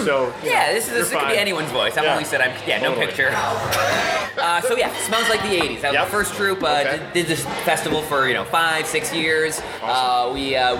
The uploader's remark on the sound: Toronto Sketch Comedy Festival. Sitting down with artists during a brunch gathering of sketch comedians.